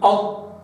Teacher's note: فالطاء تخرج من أقصى طرف اللسان، هذا هو المشترك من اللسان، النقطة الدقيقة، مع أول اللثة. شوف اللثة العليا، اللثة العليا بها بروز، تمام، تبدأ من جذور الأسنان لحداي، لما ترجع من خلف شوف اللثة واستعرضها كده، حط اللسان فيها واستشعر اللثة.